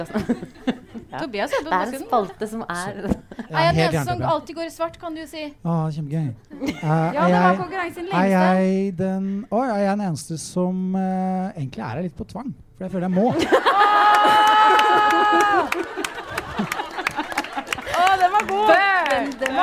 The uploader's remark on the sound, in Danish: Live fra Nieu Scene. Takk til alle som møtte opp fysisk eller på stream. Her er første del av livepodden.